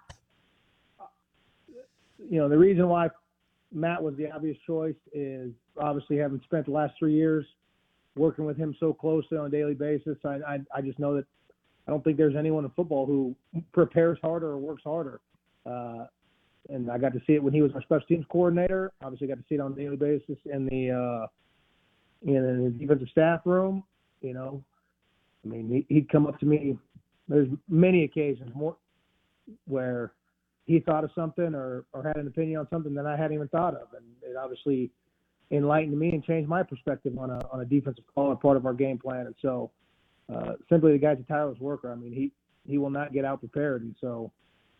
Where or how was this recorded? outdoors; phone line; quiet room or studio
phone line